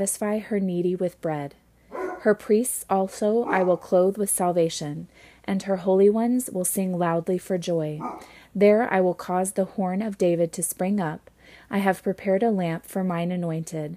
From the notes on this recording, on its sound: Despite dogs barking, I was still able to record!